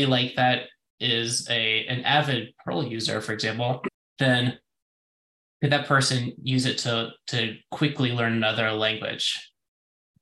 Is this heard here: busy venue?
no